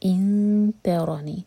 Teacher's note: تا لائٹ را ہیوی